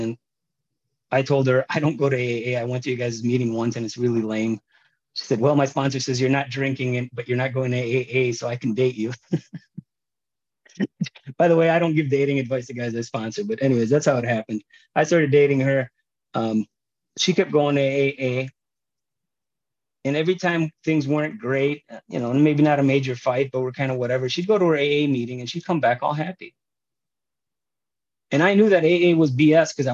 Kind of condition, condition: link, video call